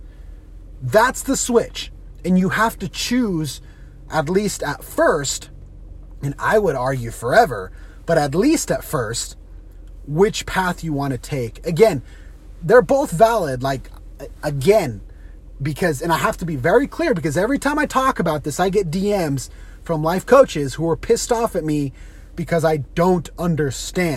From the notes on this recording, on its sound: On today’s carcast